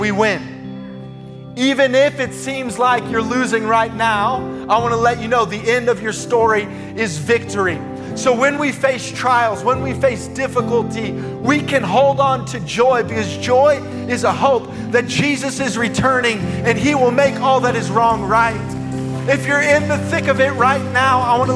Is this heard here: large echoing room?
yes